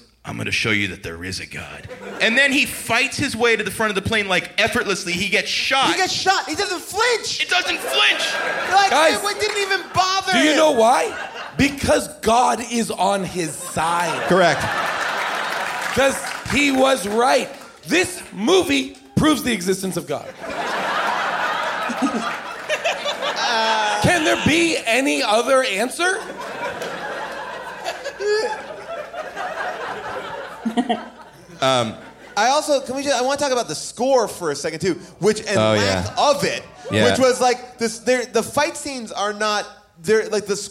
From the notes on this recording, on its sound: Recorded LIVE from Largo in Los Angeles